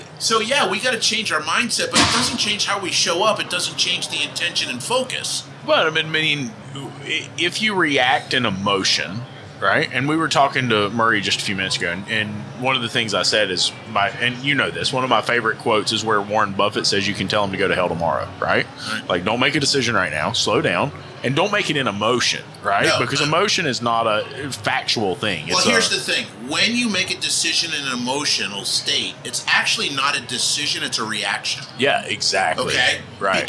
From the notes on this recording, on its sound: recorded live at AAPEX 2022